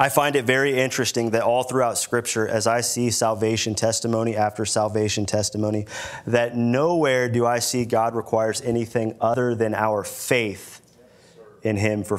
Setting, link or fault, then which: setting, large echoing room